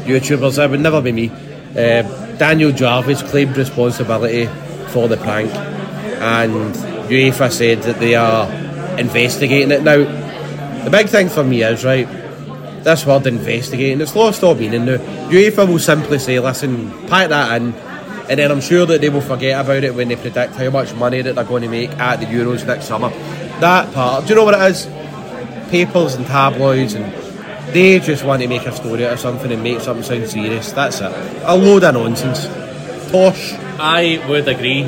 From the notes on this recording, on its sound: Recorded at "Magical" Molly Malones of Hope Street.